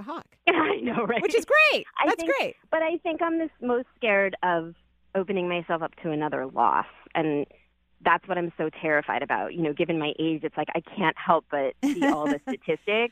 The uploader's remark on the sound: Today is a call-in show!